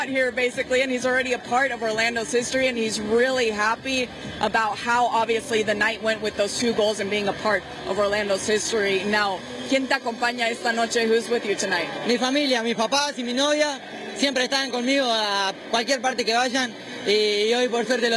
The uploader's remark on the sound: live from Orlando City’s Exploria Stadium